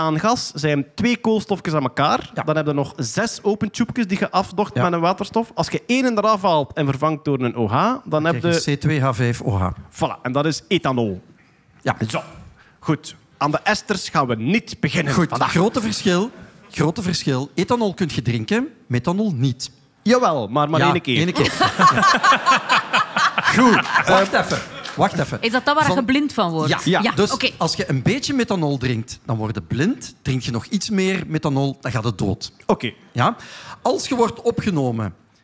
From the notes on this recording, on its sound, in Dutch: Live bij St. Bernardus. Een live Nerdland special opgenomen in de brouwerij van St.